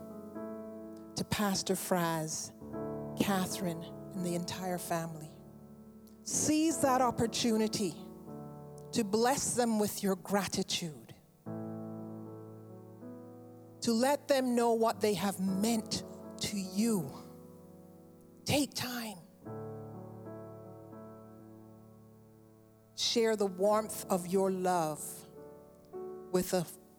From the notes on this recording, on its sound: Sunday Service live broadcast